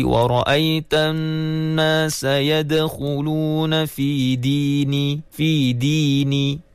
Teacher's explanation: penyebutan huruf dal di hujung lidah dan langit-langit atas yang hujung da gitu.